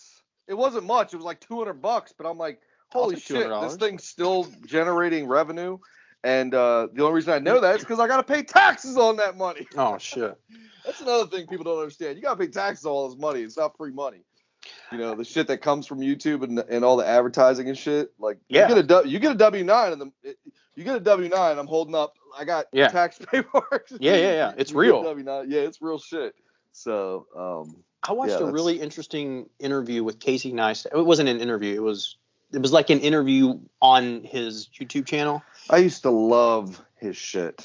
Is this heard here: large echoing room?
no